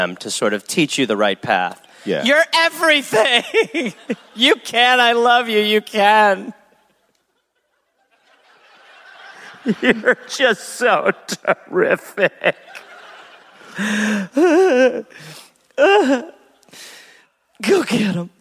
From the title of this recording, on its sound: Live in Gold Coast